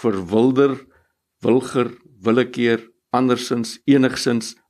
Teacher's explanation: waar die i-klank telkens uitgespreek word as 'n e, maar ons spel dit met 'n i · Term: schwa-klank